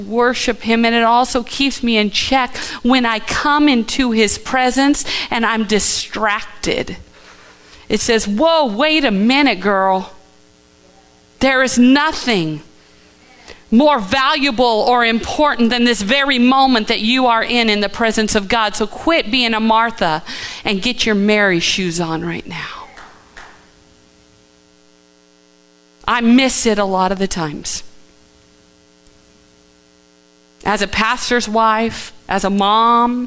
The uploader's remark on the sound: Live from The Summit Church in Dover, OH